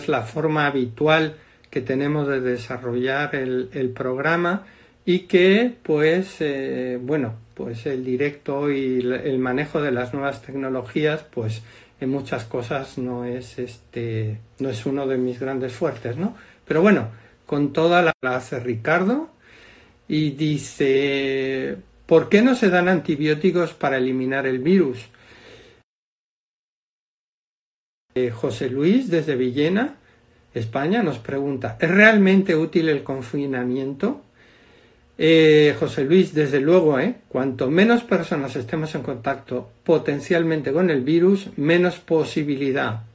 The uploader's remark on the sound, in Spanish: se ha realizado a través de un vídeo en directo en el perfil de Instagram